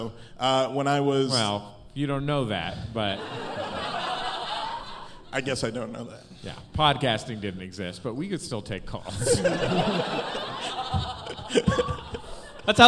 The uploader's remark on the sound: Live on stage at MaxFunCon East.